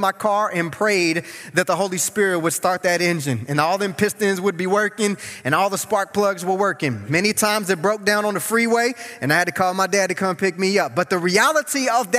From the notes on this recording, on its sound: The following audio comes from the National Disciple Making Forum by Discipleship.org. We had some great Main Stage speakers bring us convicting and inspiring messages.